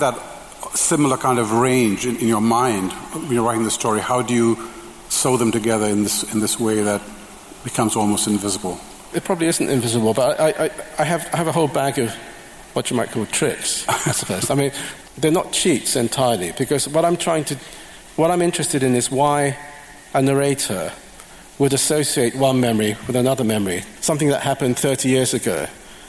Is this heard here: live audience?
yes